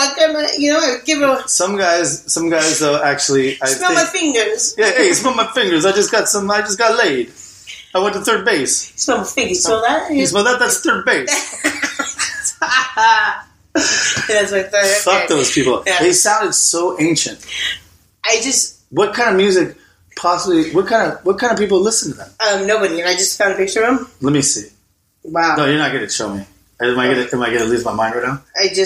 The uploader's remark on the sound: LIVE from Laguna Beach? Live from Laguna Beach's Suite-or whatever it is, sorry for the audio.